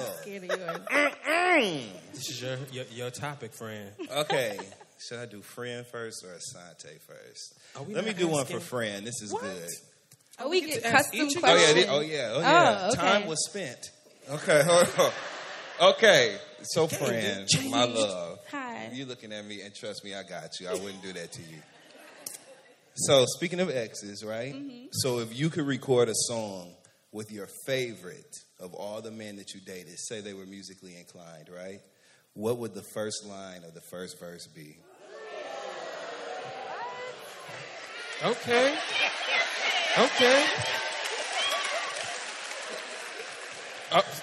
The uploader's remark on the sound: 3-Year Anniversary Live Show in NYC.